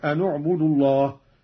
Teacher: قرأ قالون بضم أولى الساكنين وهو النون